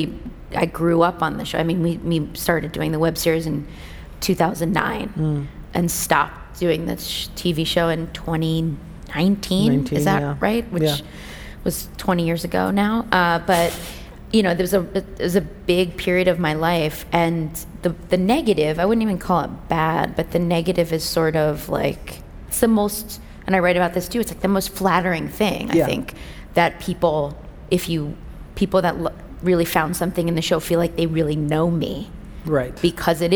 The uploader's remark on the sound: LIVE on the TED Conference stage